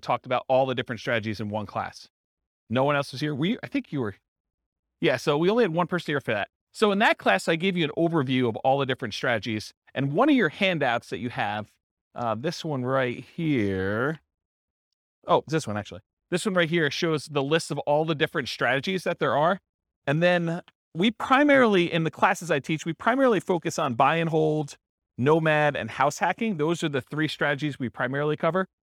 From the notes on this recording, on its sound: This was a live class recorded